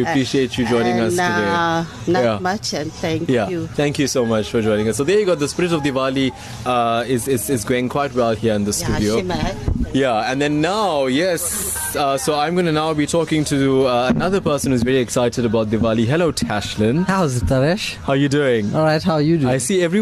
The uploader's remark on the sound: live from the Midlands Diwali Festival